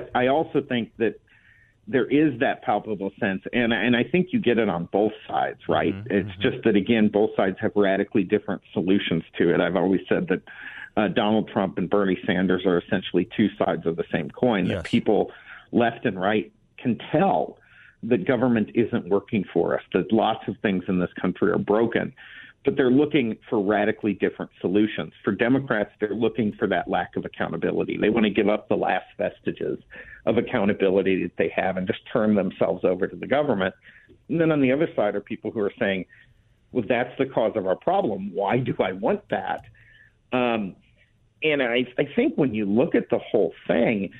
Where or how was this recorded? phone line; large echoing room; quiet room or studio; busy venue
phone line